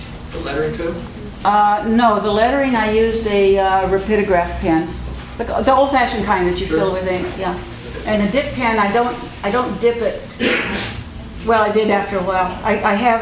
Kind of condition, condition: setting, live audience